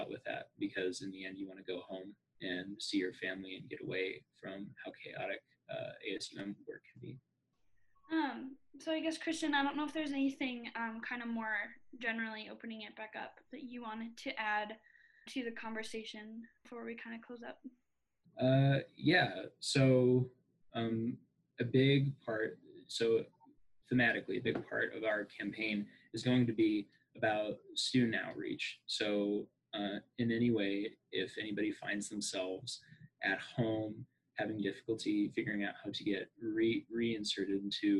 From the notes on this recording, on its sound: over zoom